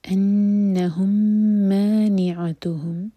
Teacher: میم اور میم کا ادغام میم کو ہولڈ کریں گے